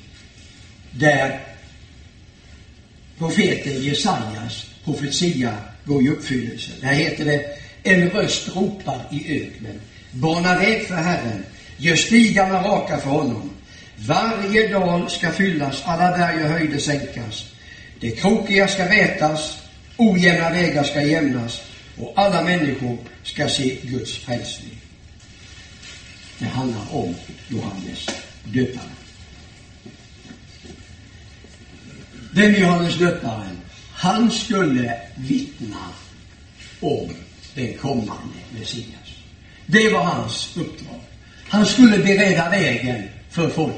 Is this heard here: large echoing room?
yes